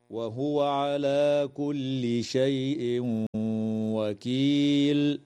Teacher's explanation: يدغم التنوين في الواو مع الغنة في قوله تعالى: على كل شيء وكيل